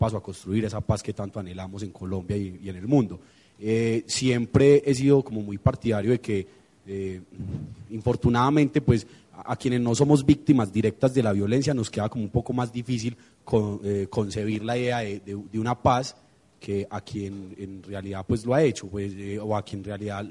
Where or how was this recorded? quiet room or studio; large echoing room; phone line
large echoing room